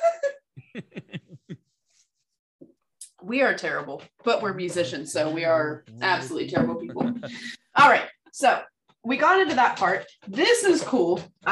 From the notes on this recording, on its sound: This episode is in two parts thanks to Zoom